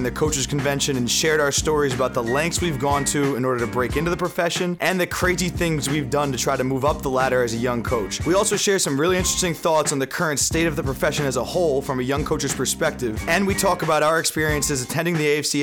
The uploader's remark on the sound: A group of my younger coaching buddies sit around a mic at the 2018 AFCA Coaches Convention in Charlotte, NC.